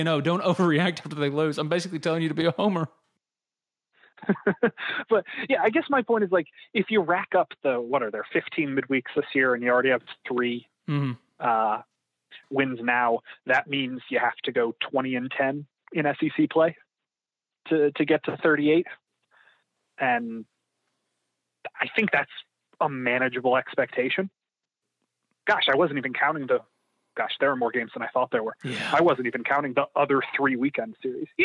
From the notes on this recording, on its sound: joins on the Modern Woodmen phone line